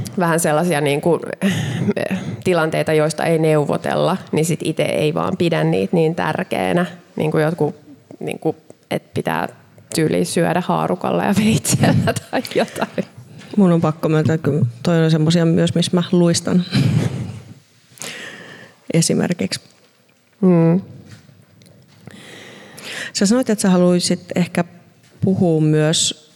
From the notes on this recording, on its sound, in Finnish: Maunula-talossa liveyleisön edessä